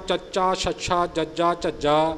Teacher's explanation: ਗਲੇ ਤੋਂ ਸਾਡੀ ਜ਼ਬਾਨ ਥੋੜ੍ਹੀ ਉੱਪਰ ਨੂੰ ਆ ਜਾਂਦੀ ਹੈ ਔਰ ਥੋੜ੍ਹੀ ਥੋੜ੍ਹੀ ਤਾਲੂ ਦੇ ਨਾਲ ਲੱਗਣ ਲੱਗ ਪੈਂਦੀ ਹੈ